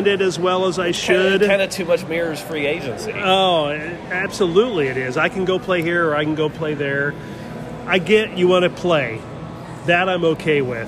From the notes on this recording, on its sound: On location from AMP in downtown Indy.